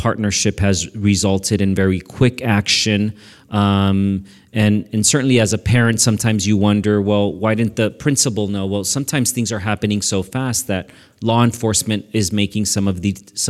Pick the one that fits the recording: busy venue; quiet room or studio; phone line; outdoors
busy venue